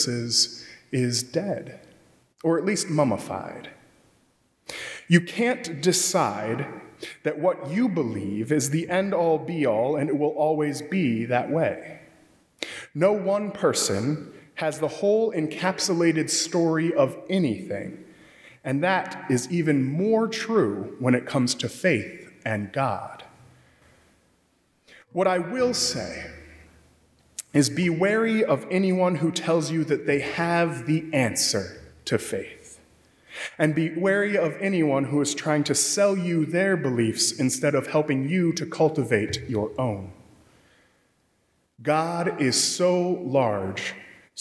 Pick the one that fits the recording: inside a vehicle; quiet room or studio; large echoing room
large echoing room